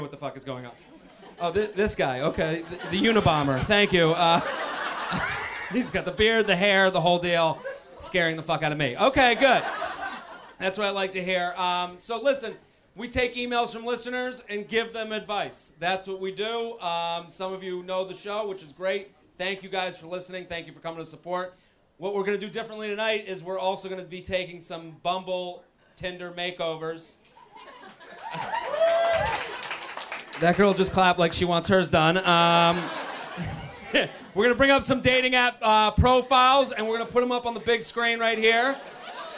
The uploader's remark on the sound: LIVE From The Village Underground.